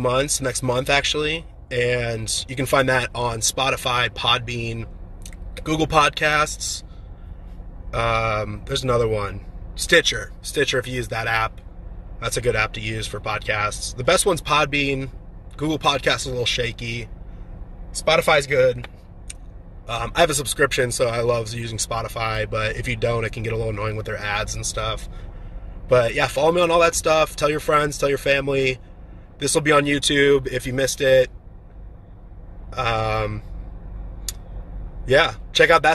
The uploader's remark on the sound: from my car